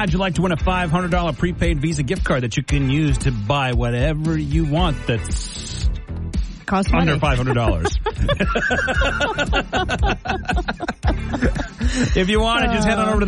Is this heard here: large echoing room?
no